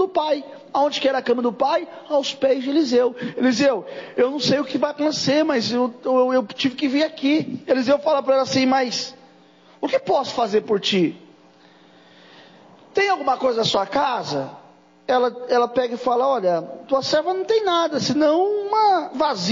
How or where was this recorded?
large echoing room